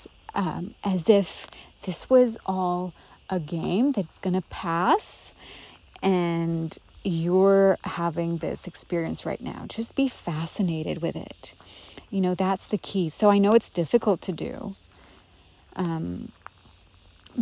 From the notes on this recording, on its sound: recorded in Crete among the cicadas of a forest